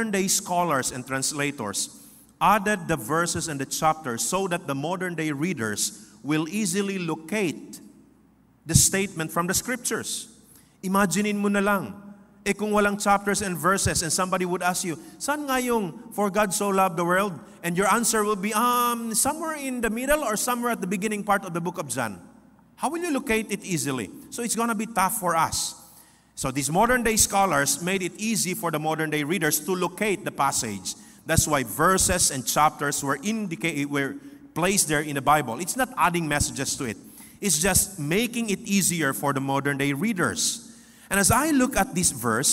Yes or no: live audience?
yes